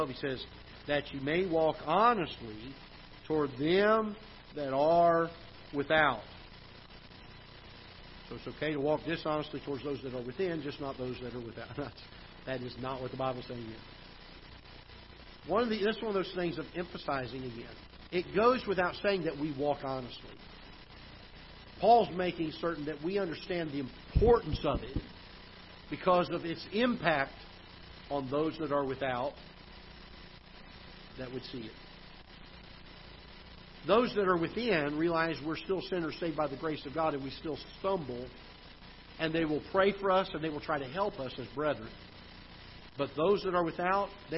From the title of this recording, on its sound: Ketha Heights Baptist Church ~ Live Broadcast